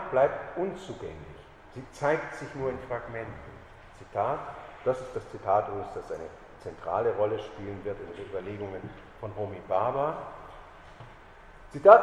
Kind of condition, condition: setting, large echoing room